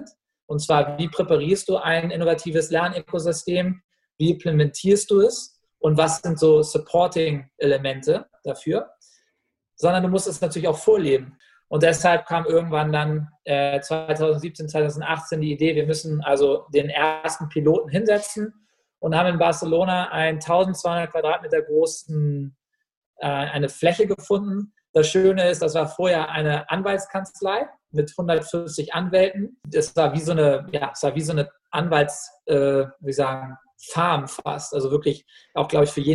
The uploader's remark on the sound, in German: Aufgenommen diesmal virtuell zwischen Berlin und Barcelona.